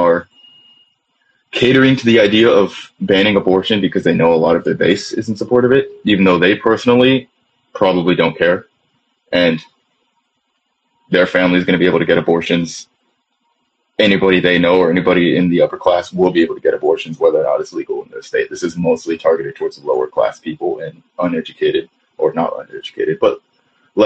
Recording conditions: video call